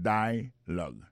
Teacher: nous a remarqué que l'accent tonique là tombé sous premier syllabe là